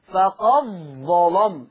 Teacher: هيبقى عندي إضغام الدال في الظاء، وما تنسوش وانتوا بتقرأوا عليا ما تنسوش تغليظ اللام، فقد ظلم.